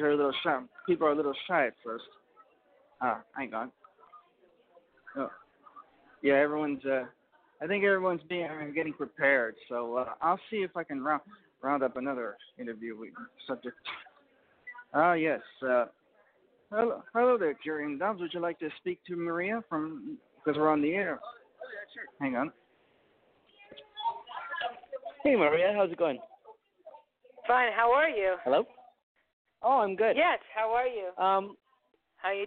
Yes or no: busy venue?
yes